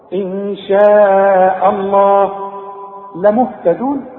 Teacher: الهمزة مرققة، رقق الهمزة، لفظ الجلالة هو المفخم. إن شاء الله لمهتدون كلها مرققة.